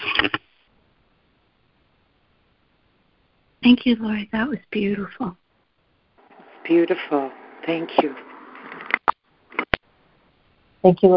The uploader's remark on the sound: ACIM Daily Conference Call.